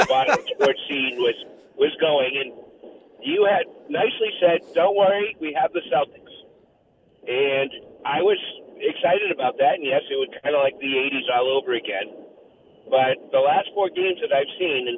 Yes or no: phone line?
yes